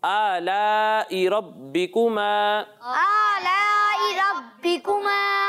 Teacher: یہاں را پر زبر ہے تو را کو بھی پر پڑھنا ہے. ٹھیک ہے، اور یہاں ذال میں خیال رکھیں کہ سیٹی کی آواز نہ آئے.